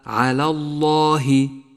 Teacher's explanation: ولاحظ تتالي حرف اللام، مرة جاء مرققا ومرة جاء مفخم